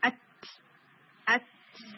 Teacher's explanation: sound break ہوئی بھی فیل ہوتی ہے، اس کی آواز آتی ہے اور پھر اس کے بعد آپ کو ہمز کی ساؤنڈ سنائی دیتی ہے